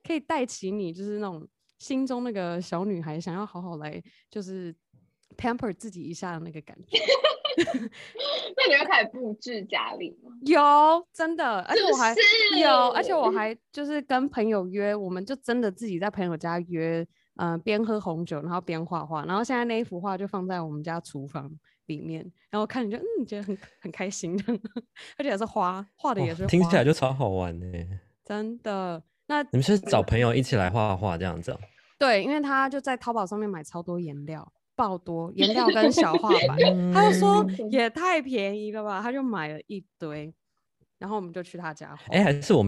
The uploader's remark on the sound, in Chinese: 我們也排除萬難的，中國台灣分隔兩地的遠距線上錄製節目